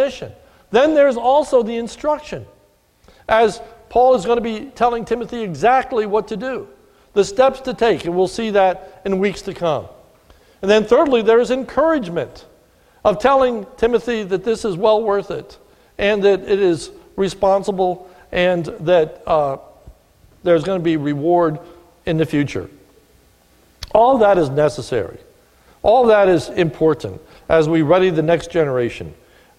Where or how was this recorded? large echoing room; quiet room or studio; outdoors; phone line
large echoing room